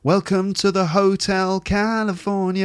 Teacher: He says, the musical meter or rhythmic structure employed in the chorus of … dictates that the word hotel is stressed on the first syllable, thus overriding the actual word stress